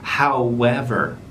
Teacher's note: 中间要记住有一个半元音是 w